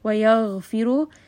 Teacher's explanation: غين again رخاوه، rest on this for a little bit, allow it to roll a little bit in the mouth. را is going to be heavy.